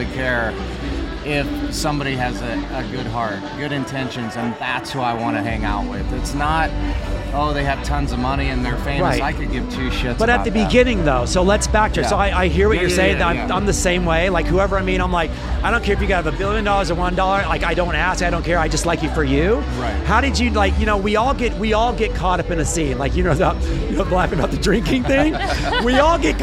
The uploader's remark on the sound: Joins the show which was recorded at the Virgin Hotel/Elia Beach Club event in Las Vegas.